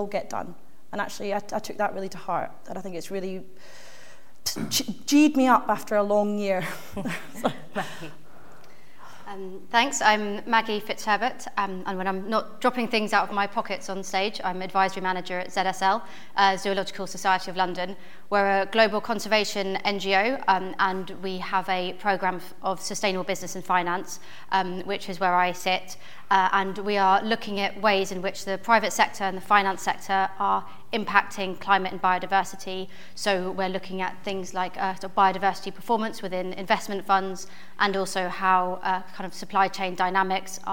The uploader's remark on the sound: On this live podcast recording of Talking Cop.